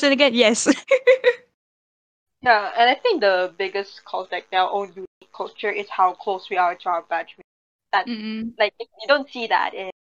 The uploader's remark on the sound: This is the recorded version from our live podcast on MYANDORI discord server during 8th May 2021